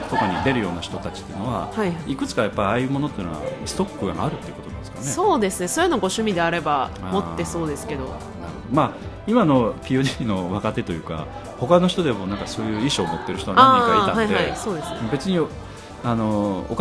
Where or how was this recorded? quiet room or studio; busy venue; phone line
busy venue